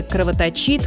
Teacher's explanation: Можно постараться запомнить, что в любой форме слова «кровоточить» корень «точь» остается безударным. Ударение падает на суффикс.